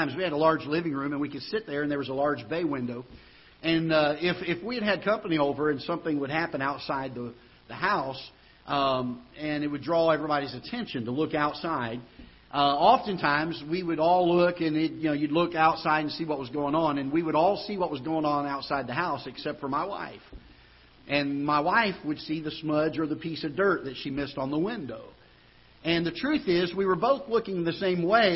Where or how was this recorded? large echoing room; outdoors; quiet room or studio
large echoing room